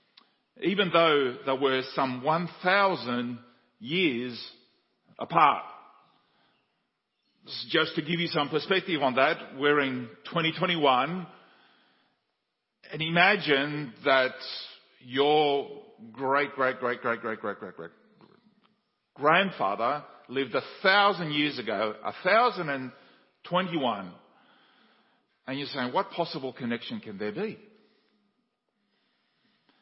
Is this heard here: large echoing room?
yes